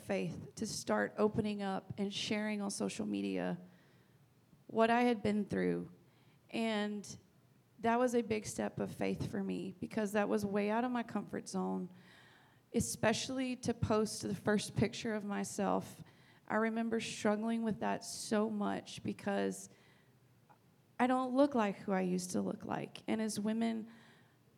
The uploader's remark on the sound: The interview audio is very low, so be ready to turn it up. This year we had our first ever mix and mingle event and did our first live podcast recording! Go live with the Inner Circle at Nexus Coffee.